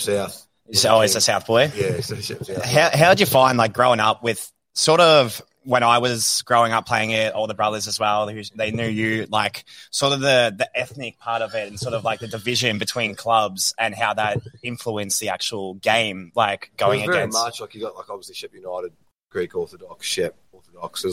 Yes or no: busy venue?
yes